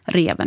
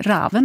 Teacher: yngre har ett mer öppet, de säger inte reven utan säger snarare raven då med ett A nästan · Shown in: second take